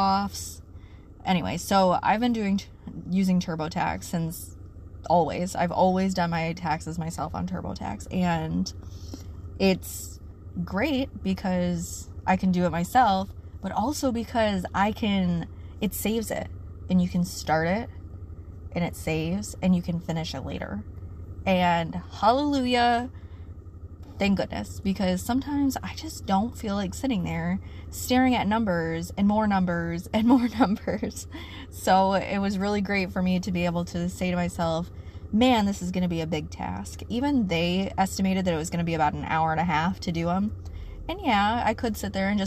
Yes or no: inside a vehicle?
yes